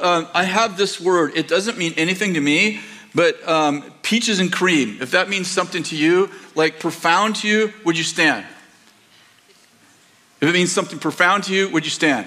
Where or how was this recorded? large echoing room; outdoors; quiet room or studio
large echoing room